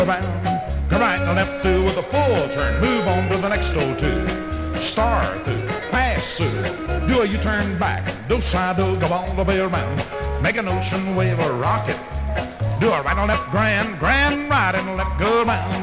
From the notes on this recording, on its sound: 1964 Blue Star Jubiliee in Houston, Texas. Track five, record TWO from the 1964 Blue Star Jubilee Square Dance held in the Sam Houston Auditorium.